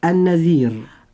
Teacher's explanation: أما كلمة النذير، الراء في كلمة النذير راء مرققة لأنها ساكنة وقبلها حرف لين وقبله مكسور